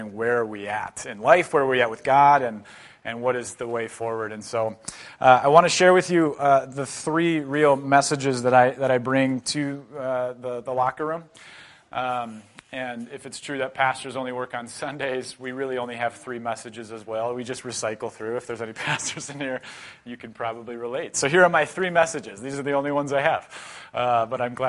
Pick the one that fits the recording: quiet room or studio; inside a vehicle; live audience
live audience